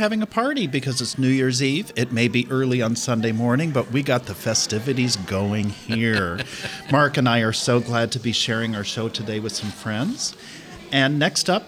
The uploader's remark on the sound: from a live New Year's celebration attended by several organists